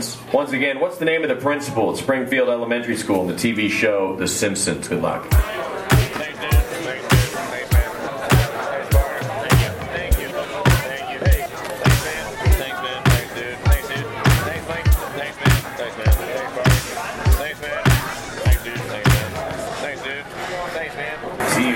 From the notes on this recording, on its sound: Recording from game at Brickside Bar and Grille, Bridgeport WV, Jan 9, 2021.